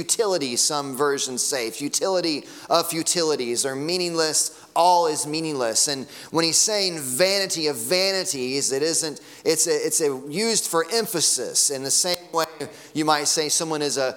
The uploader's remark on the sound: Sunday morning sermon audio.